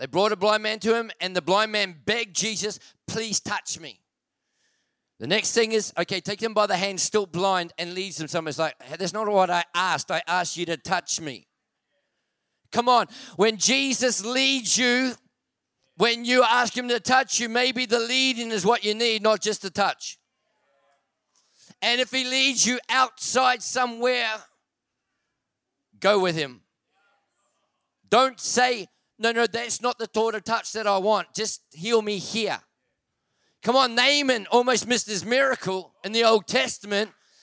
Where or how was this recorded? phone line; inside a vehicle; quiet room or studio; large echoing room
large echoing room